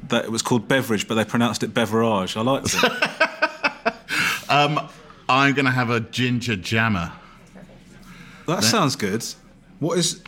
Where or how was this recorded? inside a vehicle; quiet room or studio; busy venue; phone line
busy venue